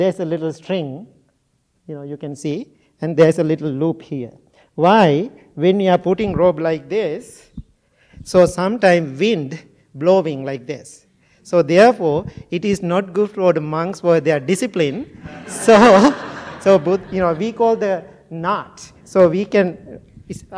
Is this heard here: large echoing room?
yes